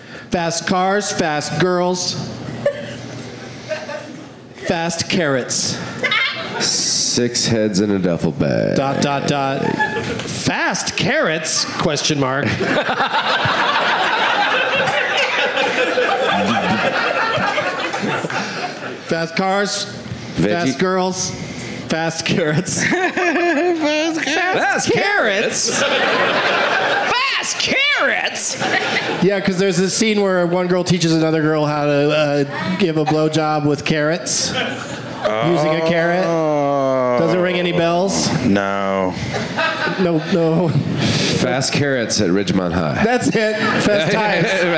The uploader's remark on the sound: Live from Helium Comedy Club in Indianapolis